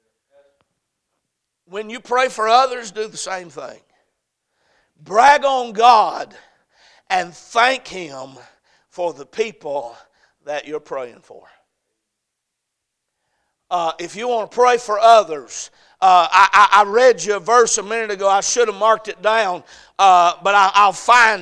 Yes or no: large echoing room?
yes